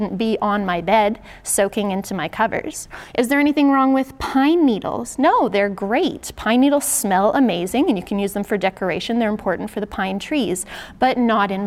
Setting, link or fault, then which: setting, large echoing room